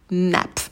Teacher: на n кончик языка идет на альвеолы, потом звук лягушка a